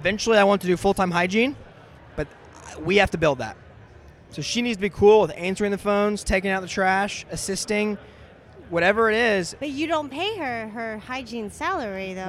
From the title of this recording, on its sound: LIVE at Voices Of Dentistry